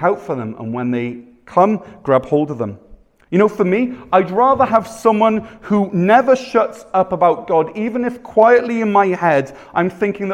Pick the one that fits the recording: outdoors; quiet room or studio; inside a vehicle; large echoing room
large echoing room